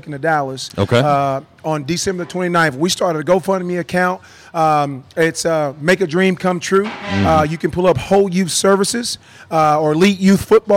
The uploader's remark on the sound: LIVE from J'Town's Grill